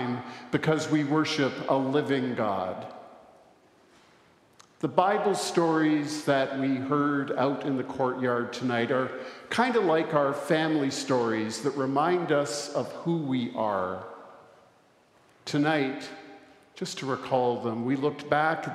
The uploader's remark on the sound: recorded live at the Easter Vigil on Saturday, April 8, 2023